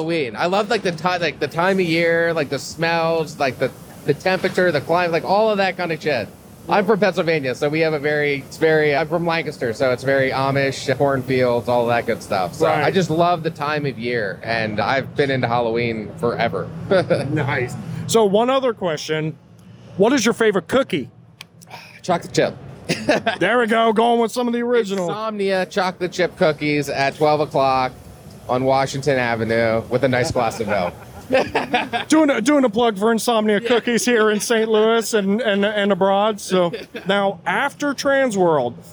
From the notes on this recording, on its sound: During Transworld’s Halloween & Attractions Show 2022 from the show floor.